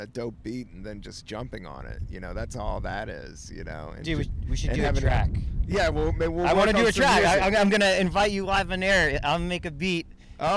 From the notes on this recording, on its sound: Recorded on a rooftop in Brooklyn.